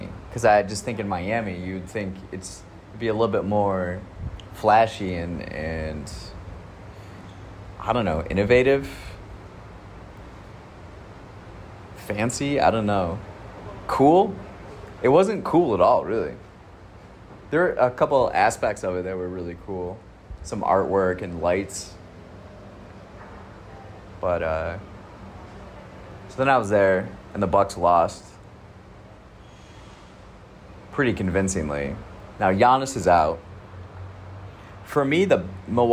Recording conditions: outdoors